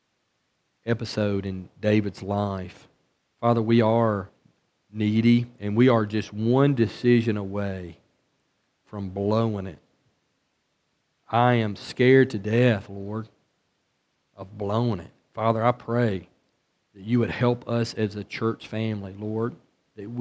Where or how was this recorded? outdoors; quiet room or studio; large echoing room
large echoing room